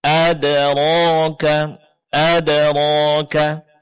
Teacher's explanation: kita juga akan mendapatkan adanya qalqalah, yaitu pada huruf dal yang berbaris sukun